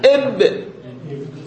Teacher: يرتعش الوترين وينحبس الهواء بالشفات · Term: مجهور